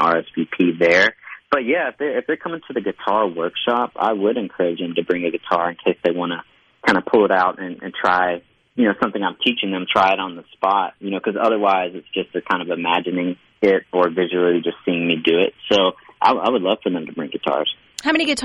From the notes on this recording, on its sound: joins the conversation by phone